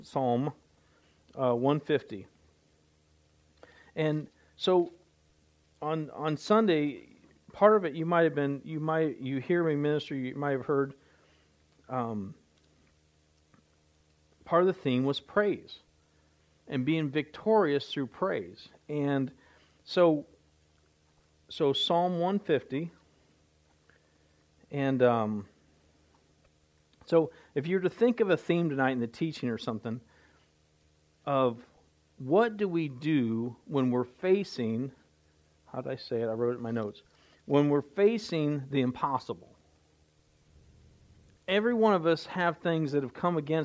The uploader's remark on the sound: recorded Live at The River Worship Center, Warsaw Indiana